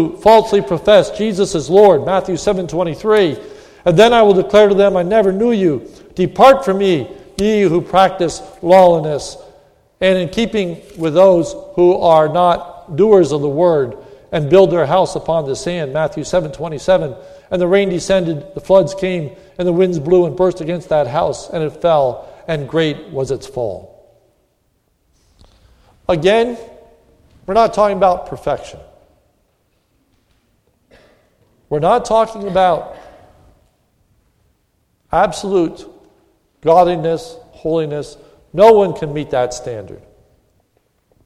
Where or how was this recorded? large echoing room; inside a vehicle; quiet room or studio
large echoing room